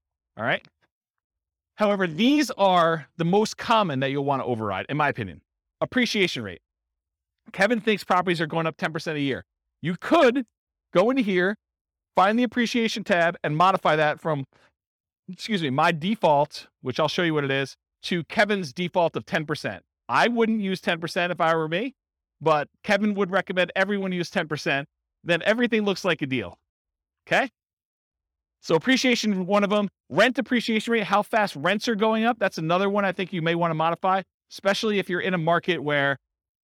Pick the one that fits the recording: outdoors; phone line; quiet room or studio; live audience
live audience